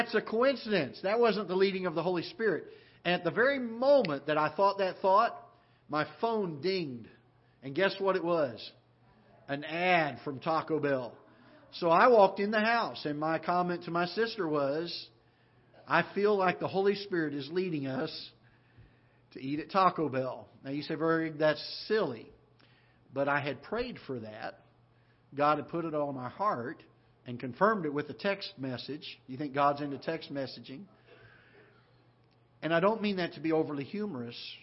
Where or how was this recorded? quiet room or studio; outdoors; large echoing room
large echoing room